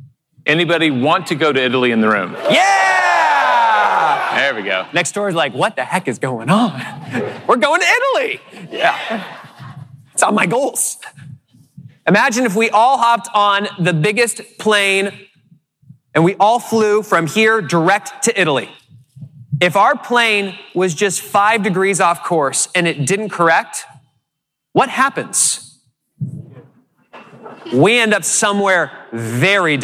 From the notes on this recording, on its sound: keynote presentation at the Keller Williams Family Reunion Convention 2019